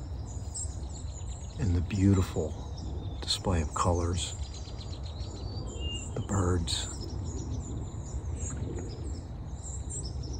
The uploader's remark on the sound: This Episode originally streamed live on location at Valley Forge National Park NJ. The audio from this podcast was taken directly from this live stream.